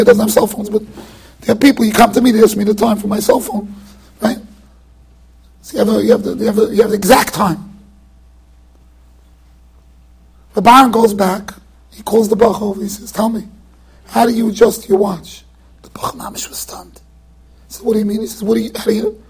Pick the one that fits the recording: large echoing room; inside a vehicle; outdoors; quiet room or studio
large echoing room